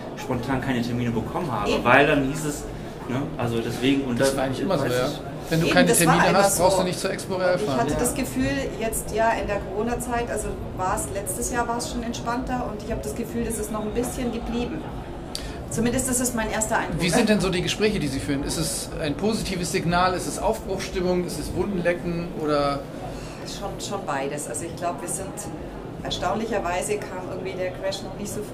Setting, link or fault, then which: setting, busy venue